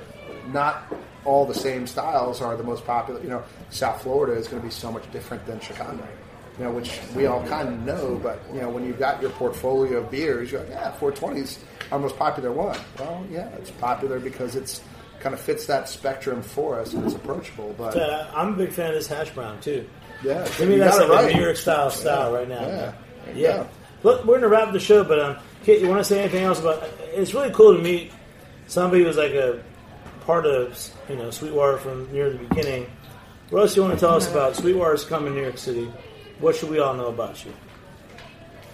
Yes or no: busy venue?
yes